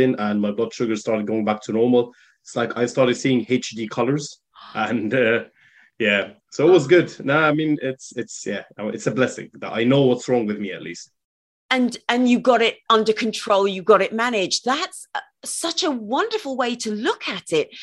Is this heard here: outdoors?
no